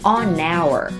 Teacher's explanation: On 和 our 可以连起来说成 onour